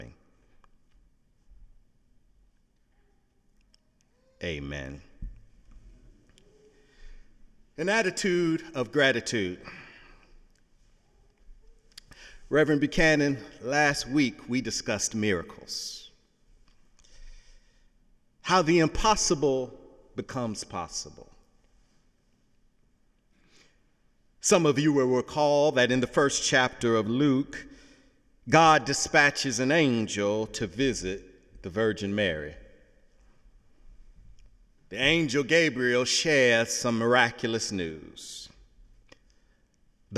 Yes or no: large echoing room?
yes